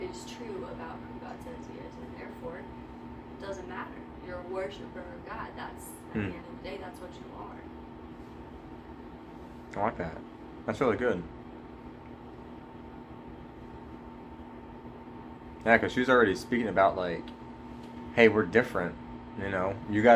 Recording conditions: poor sound quality